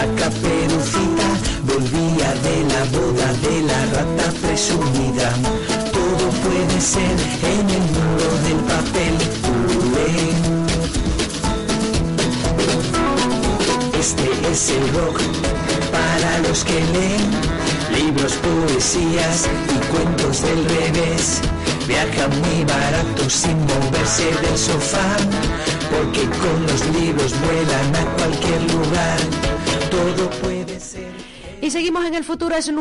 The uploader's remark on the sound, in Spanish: Radio Cantillana emitió en directo desde la Casa de la Cultura de Cantillana